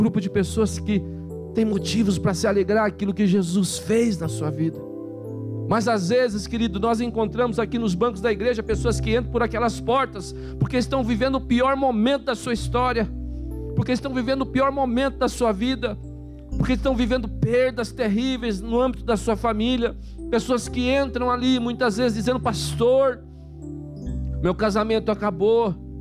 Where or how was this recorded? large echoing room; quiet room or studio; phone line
large echoing room